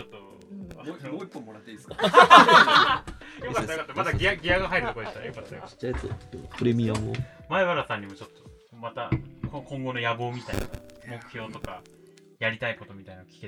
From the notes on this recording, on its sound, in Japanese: 引き続き、収録はポロポロ書店の店内で行なっています。相変わらずノイズ多めですが、悪しからず。